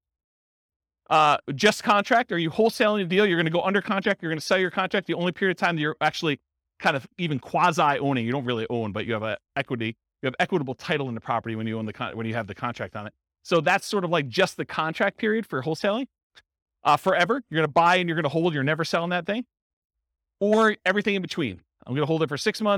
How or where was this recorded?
live audience